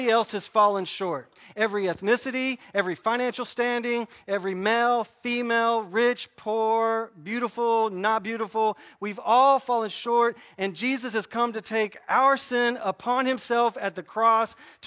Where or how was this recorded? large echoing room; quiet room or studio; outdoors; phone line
large echoing room